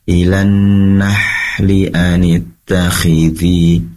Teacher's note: Ketika sampai membaca ilan nahli, pastikan ha ini keluar dari tenggorokan bagian tengah dan anginnya sofia lembut.